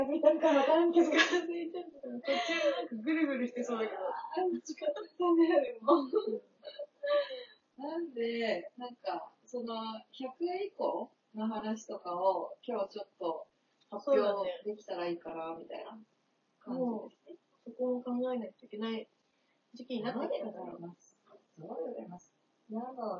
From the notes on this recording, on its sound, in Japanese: 対面収録なのになーんでこんな音声悪いかねww。音量無理やり上げたのでまた雑音すごいです泣。